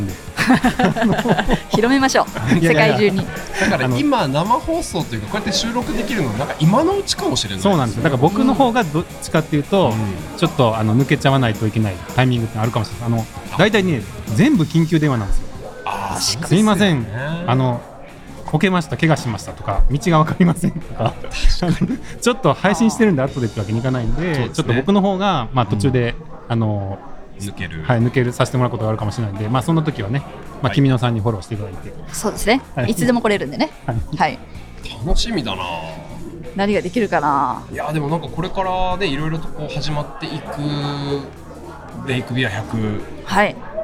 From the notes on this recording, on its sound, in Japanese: LAKE BIWA 100。大会受付会場での収録のため背景音が大きくなっています。